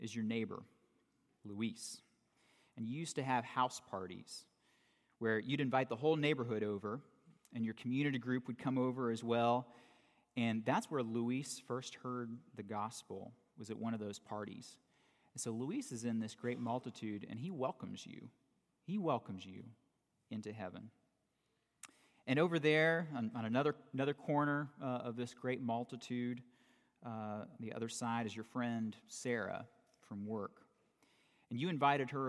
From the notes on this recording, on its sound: For the last Sunday of 2018 at Redeemer Presbyterian Church in Charleston, SC